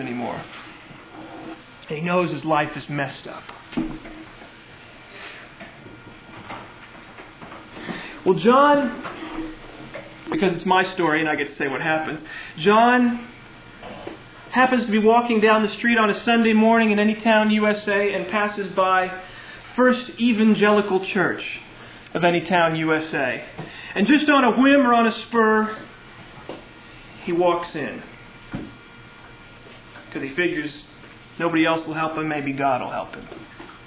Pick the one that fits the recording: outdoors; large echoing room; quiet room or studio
large echoing room